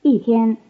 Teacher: Notice that the tone on the number 1 also becomes falling before the high tone of the word 天, 一天. In telling how many days, just as in telling how many years, no counter is used.